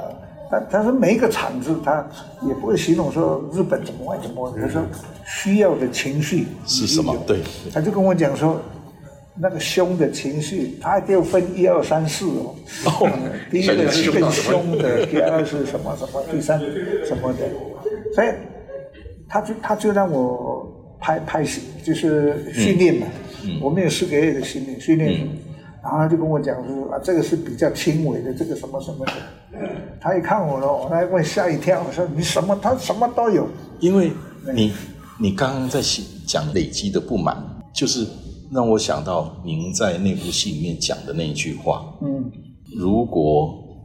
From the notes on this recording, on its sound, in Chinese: 本集於住宿公共空間進行錄音，故會出現些許背景音，若影響收聽品質請見諒!